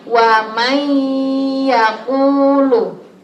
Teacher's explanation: Apabila ada nun mati atau tanwin bertemu dengan ya, nun, mim, waw, cara membacanya adalah masuk lalu didengungkan. Itu hukum bacaannya disebut dengan idgham bi-gunnah.